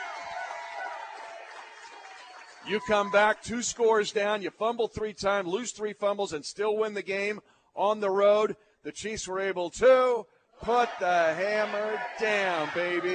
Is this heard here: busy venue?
yes